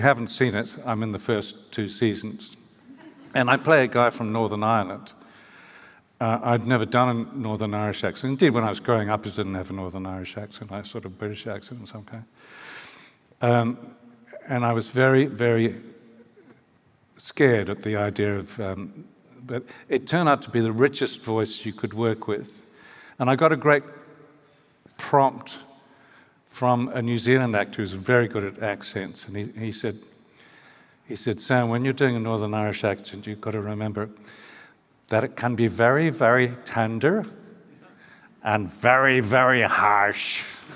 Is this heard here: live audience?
yes